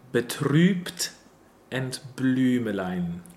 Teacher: both of these U umlauts are long closed sounds